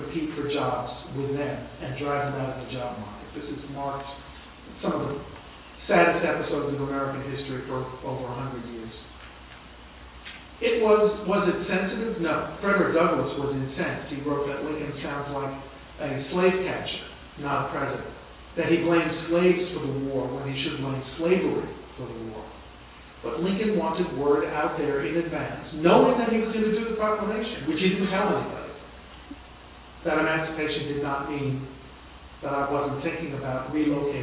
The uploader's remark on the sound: broadcast Live From Long Island University at The 150th Emancipation Proclamation Celebration